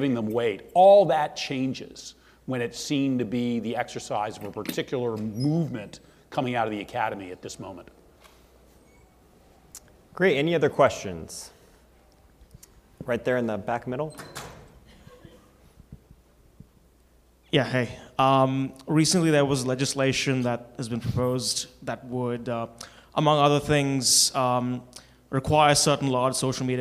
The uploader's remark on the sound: This episode is from the third panel of the Gray Center’s October 14 conference, “The Administration of Antitrust: The FTC and the Rule of Law.”